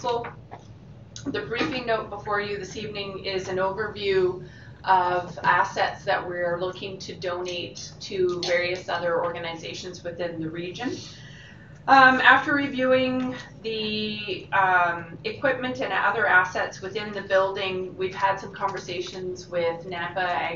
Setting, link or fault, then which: setting, large echoing room